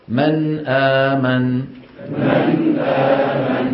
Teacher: النون عم نجيب فيها غنة بسيطة اللي هي زمن البينية